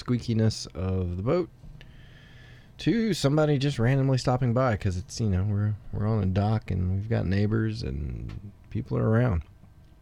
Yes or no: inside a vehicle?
yes